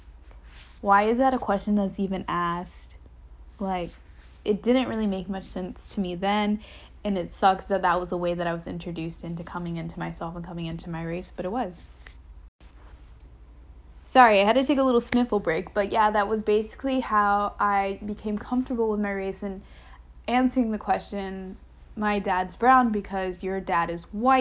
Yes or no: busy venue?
no